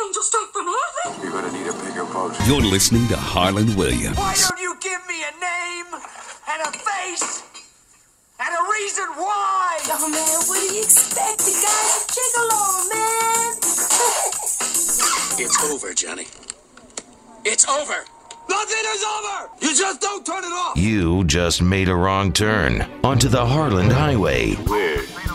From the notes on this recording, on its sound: Reports live from the Oscars.